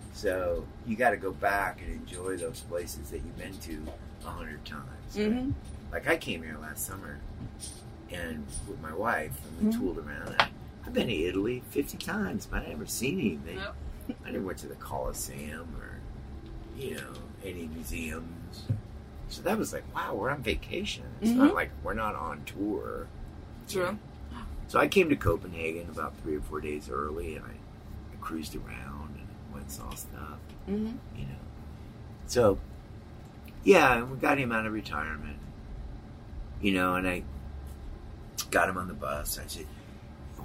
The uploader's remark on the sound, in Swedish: I nightlinern backstage på Sweden Rock Festival.